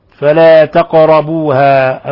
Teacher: فلا تقربوها، القاف ساكنة تقلقل